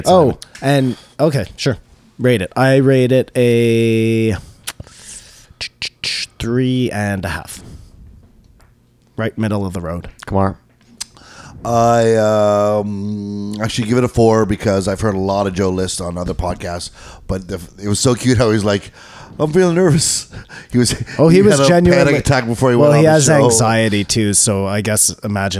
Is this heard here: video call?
no